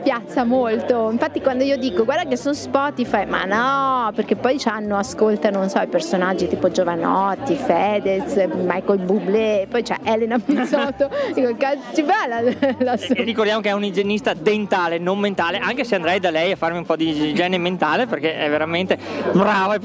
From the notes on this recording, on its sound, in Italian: Festival del podcasting a Milano. Incontrare dal vivo al Festival del Podcasting 2019 che si è tenuto al Talent Garden Calabiana di Milano.